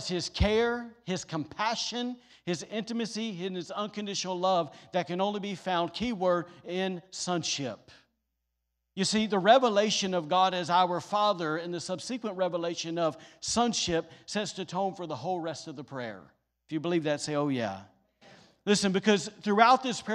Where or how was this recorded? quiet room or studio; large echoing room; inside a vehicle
large echoing room